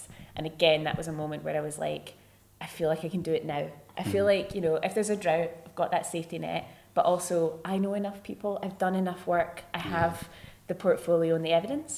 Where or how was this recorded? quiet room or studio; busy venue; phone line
busy venue